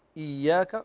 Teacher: فالهمزة هنا مكسورة، أحقق الكسر وأتي بالكسر الخالص، إياك، وكذلك تشديد الياء، لأني لو لم أشدد الياء لالتبست